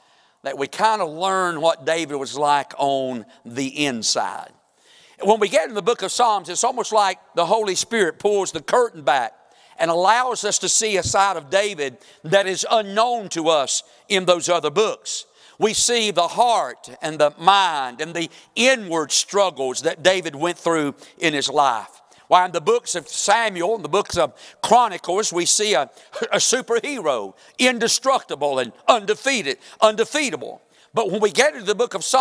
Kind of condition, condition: setting, large echoing room